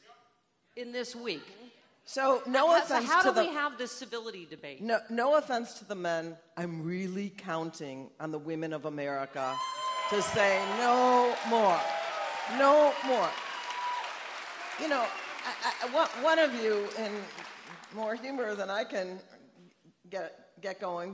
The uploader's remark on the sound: Live from Chicago. Recorded LIVE from the Athenaeum Theatre in Chicago.